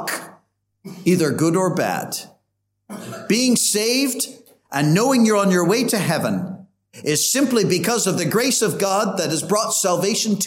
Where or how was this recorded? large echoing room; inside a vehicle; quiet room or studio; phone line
large echoing room